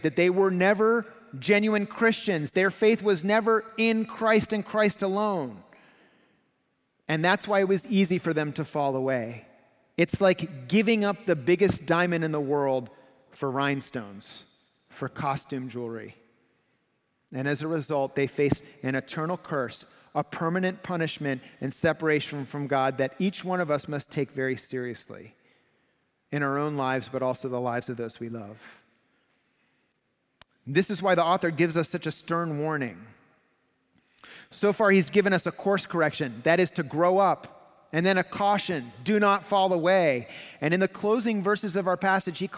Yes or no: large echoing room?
yes